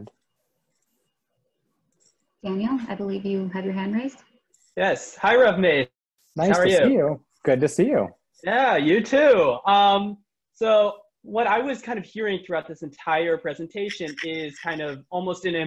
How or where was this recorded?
video call